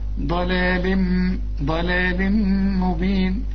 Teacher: او ده تنوينه بعده ميم ادغام بغنة